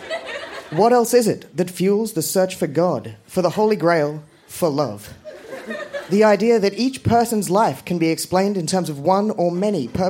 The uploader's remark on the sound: Recorded live at the Woodford Folk Festival